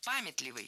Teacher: Ударение в этом слове ставим на первый слог.